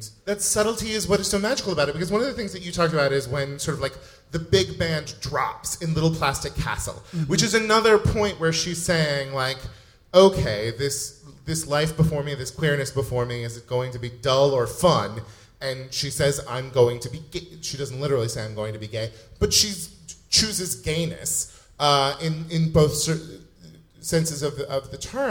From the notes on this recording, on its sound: Recorded LIVE. Live in front of an audience as part of the Voyager Institute series.